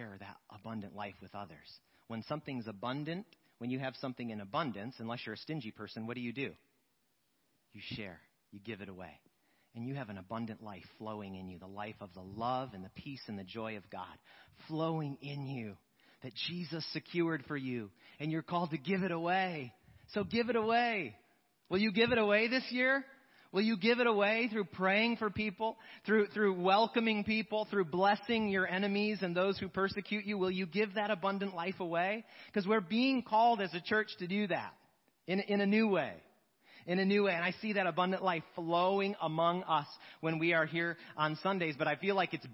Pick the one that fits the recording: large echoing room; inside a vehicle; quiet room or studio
large echoing room